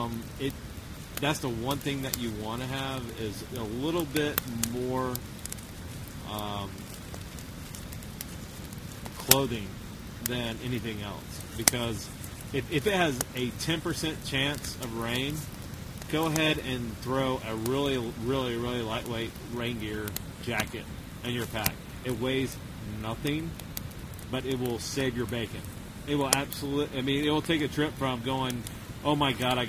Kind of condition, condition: setting, outdoors